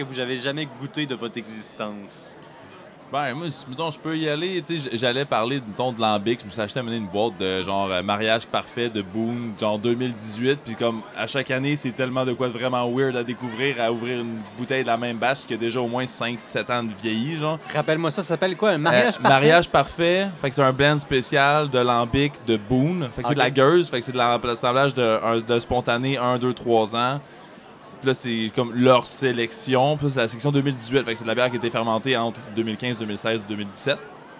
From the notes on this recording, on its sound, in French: Pour le temps d'une bière, votre animateur parle avec Pit Caribou, Pie-Braque et Hop Station lors du Festival des Brasseurs et des Artisans de Québec.